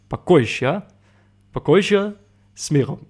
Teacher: met de klemtoon op de O